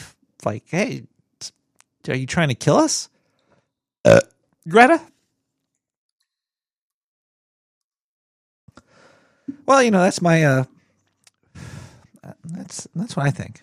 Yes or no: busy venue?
no